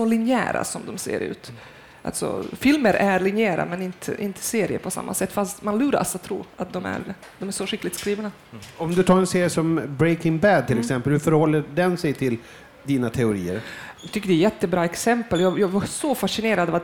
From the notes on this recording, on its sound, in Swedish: För andra gången spelas TV Heads in på plats i Göteborg under filmfestivalen. Under ett lunch-event i festivaltältet.